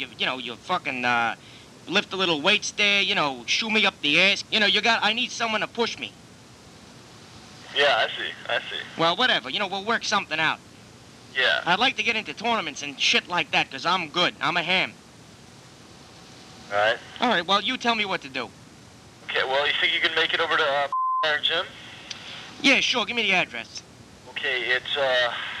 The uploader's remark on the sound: Prank Phone Calls